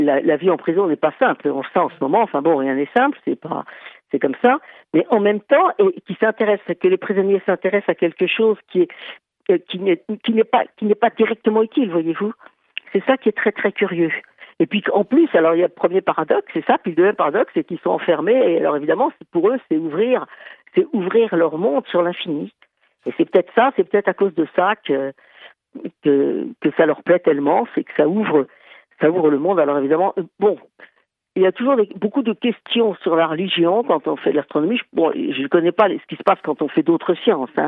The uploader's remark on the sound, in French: par téléphone